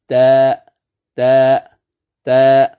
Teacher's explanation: تاء طرف اللسان مع أصول الثنايا العليا